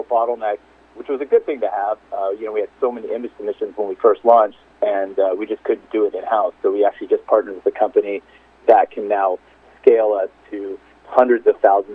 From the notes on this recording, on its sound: called in to SmallCapVoice